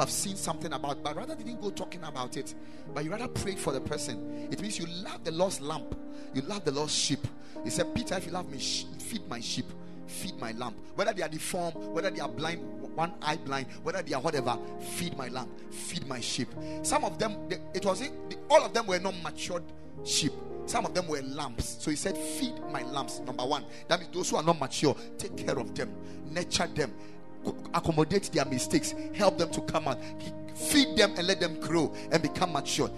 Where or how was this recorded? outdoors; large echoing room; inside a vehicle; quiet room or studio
large echoing room